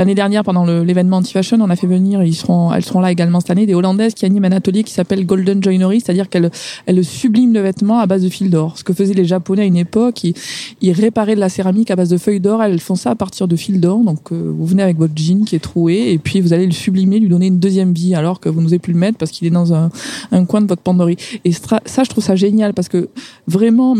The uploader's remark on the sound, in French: Enregistré le 22 avril 2017 lors de la journée “Fashion Revolution”. Installées au bord du Canal Saint-Martin.